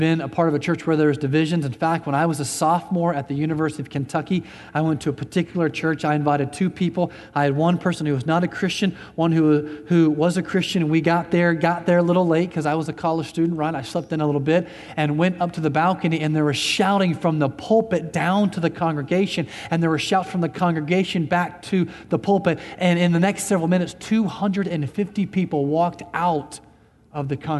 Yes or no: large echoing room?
yes